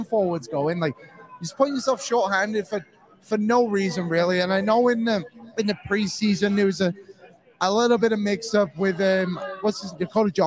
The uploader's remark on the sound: LIVE FROM GRETA!